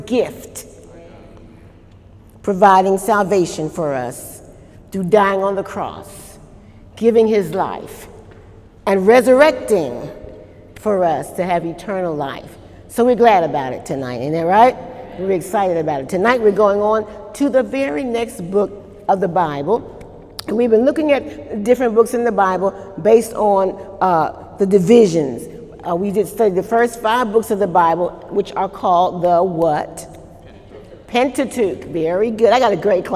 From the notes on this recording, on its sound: During Wednesday night service on October 1, 2018